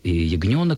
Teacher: Эпентеза – это согласный звук, обычно в русском языке, либо «в», либо «йот», который появляется для того, чтобы вот устранить это зияние. Начальный гласный «о» или, допустим, начальный «а» в русском языке обычно прикрывается «йотом».